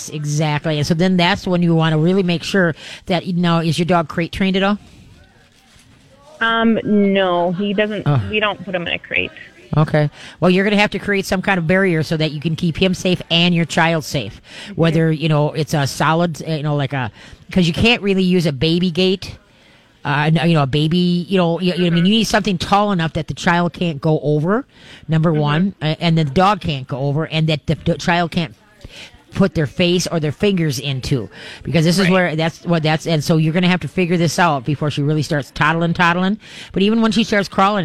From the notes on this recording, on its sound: We are LIVE from Pet Evolution in Arden Hills!